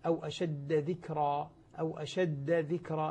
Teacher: أو المشدد، ولا متثقل يعني مشددا، إذا كان الحرف الأول مشددا لا يدغم بما بعده، مثل قوله تعالى: أو أشد ذكرى، أو أشد ذكرى، الدال مشددة فلا تدغم بالذال التي بعدها